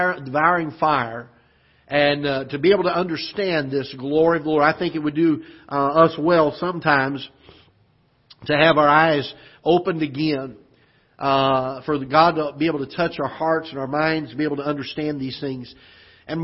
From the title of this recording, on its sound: Ketha Heights Baptist Church ~ Live Broadcast